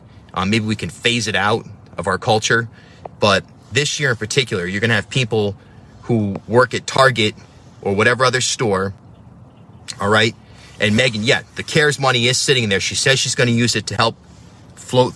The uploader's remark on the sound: video that I made from my van